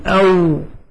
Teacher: فالواو تخرج من الشفتين بانفتاح